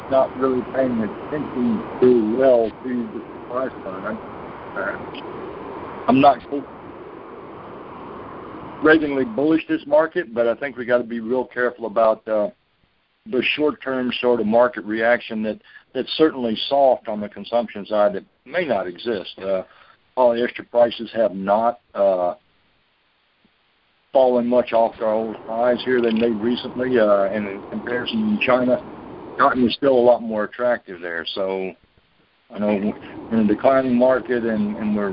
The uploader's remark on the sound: Monthly Conference Call